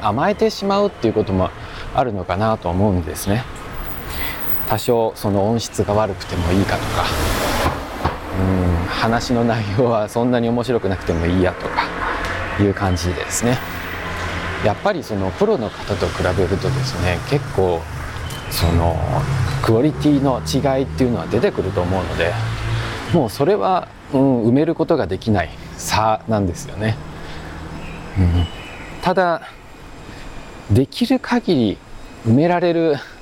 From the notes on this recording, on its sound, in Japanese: 台北MRT松山新店線の「台電大樓」駅付近を歩きながら。プロにはかなわないが、音質は改善を試みてきた。